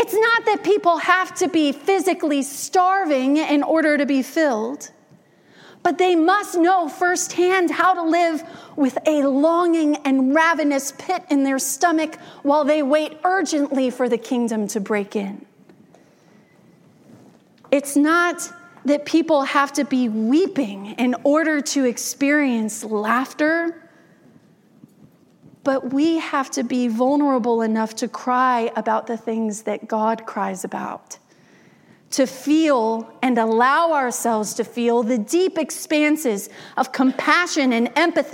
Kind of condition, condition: setting, large echoing room